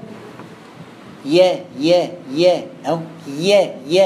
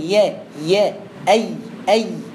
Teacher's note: الياء المتحركة والياء اللينية من وسط اللسان